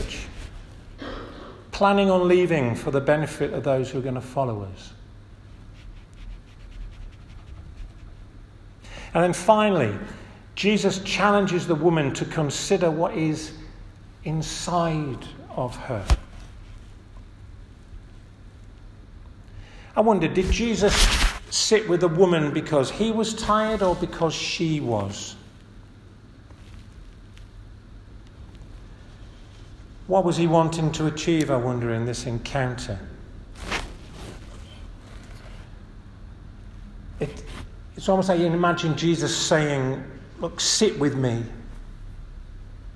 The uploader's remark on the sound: This audio recording was taken from the 1:30 Communion service at St Matthew's Church, Stalling Busk on March 12th, 2023